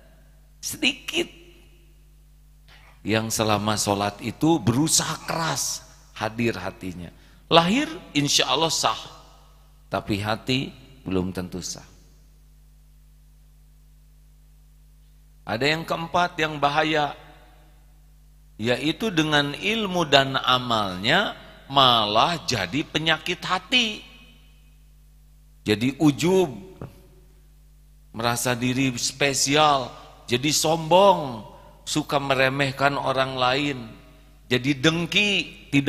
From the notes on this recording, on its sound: live dari Masjid Daarut Tauhiid Bandung